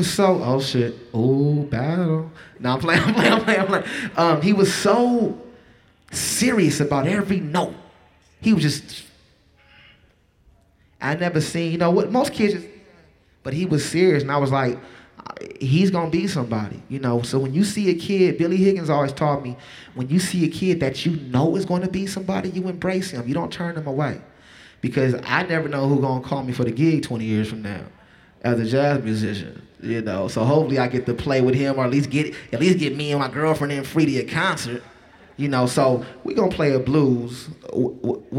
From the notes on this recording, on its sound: take some questions from the audience